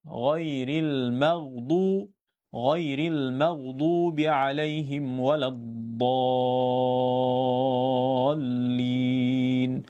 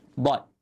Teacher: Huruf dad tidak ada dalam bahasa Melayu. Yang ada di dalam bahasa kita ataupun pertuturan bahasa Melayu kita ialah dal, huruf yang hampir dal. Tetapi bila ditebalkan dia jadi dad.